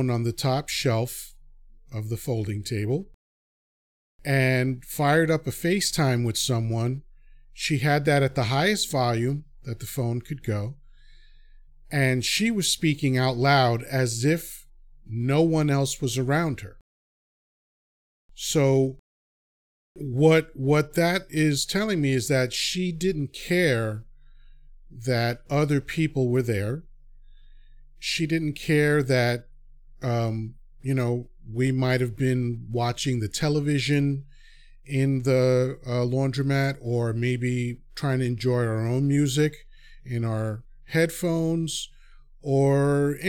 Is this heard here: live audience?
no